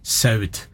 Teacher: på Sunnmøre, som Evi ganske riktig sier, så er denne the-lyden ikke helt forsvunnen, for han har gått over til å bli en vanlig d-konsonant